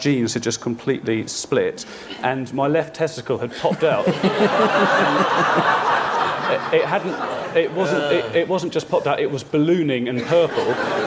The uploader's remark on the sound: bonus episode from the Guardian Edinburgh International Television Festival